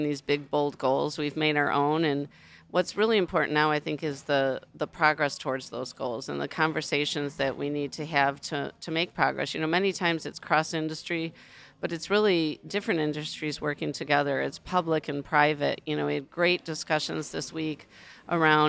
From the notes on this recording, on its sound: recorded live from COP28